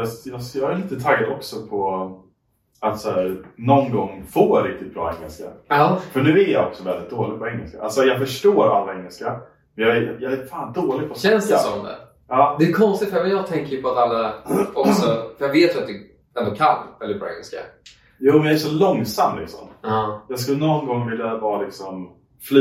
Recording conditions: poor microphone